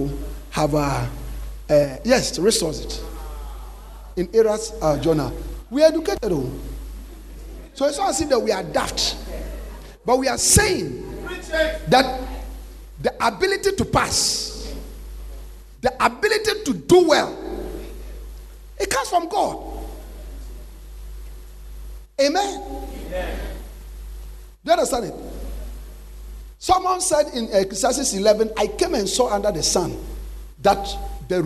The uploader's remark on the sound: Preached At The Restoration And Thanksgiving Convention